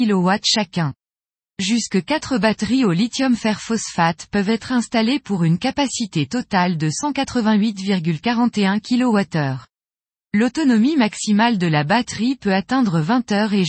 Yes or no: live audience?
no